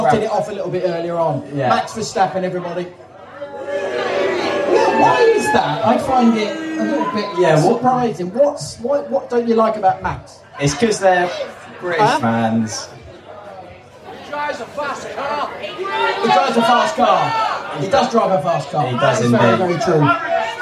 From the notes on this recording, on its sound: LIVE from Silverstone! Recorded Live at the Hamilton Fields Campsite at the British Grand Prix. This was a live recording in front of an audience.